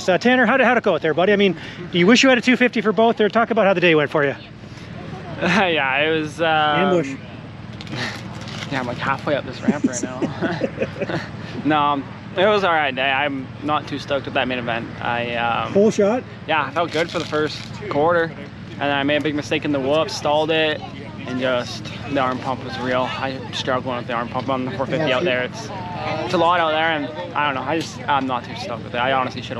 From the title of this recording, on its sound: Walk And Talk - 2023 Gopher Dunes Supercross Post-Race